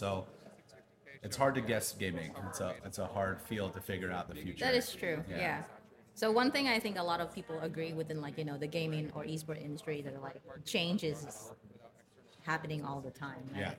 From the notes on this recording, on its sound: hosted LIVE from the EsportsNext 2023 conference